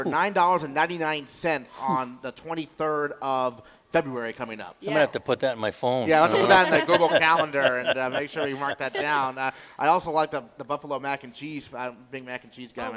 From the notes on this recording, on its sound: broadcast live from Gridiron Restaurant in Lewiston as the Spectrum Healthcare Partners Studios hit the road!